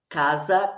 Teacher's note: num primeiro momento a elevação ocorre com a sílaba após a sílaba tónica